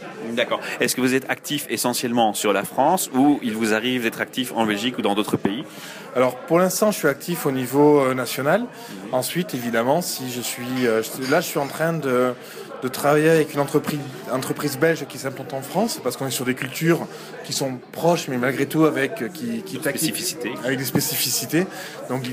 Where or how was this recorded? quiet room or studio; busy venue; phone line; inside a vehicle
busy venue